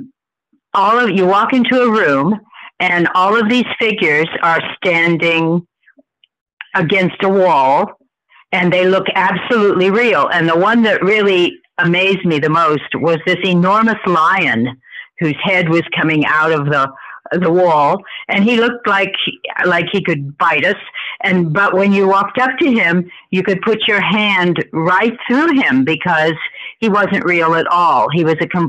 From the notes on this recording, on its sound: Call in Bible Study